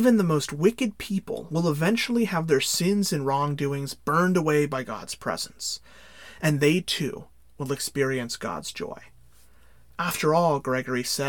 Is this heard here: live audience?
no